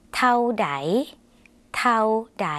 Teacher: ในภาษาไทยอาจจะออกเสียงยาวส่วนในภาษาลาวเป็นสระเอาค่ะออกเสียงสั้น